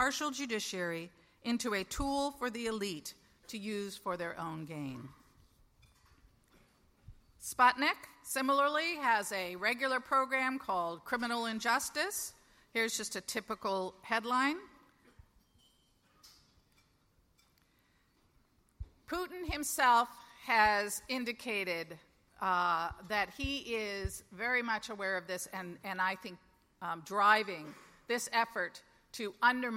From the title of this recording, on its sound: LIVE at the Annual Conference